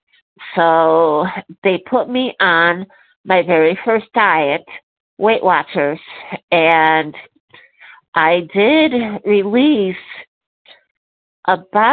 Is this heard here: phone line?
yes